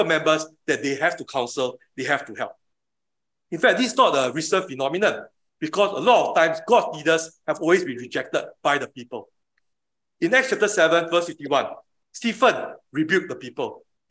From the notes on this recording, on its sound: Leadership of Elders [Recorded Live/Sermon]. Weekly livestream of our worship services.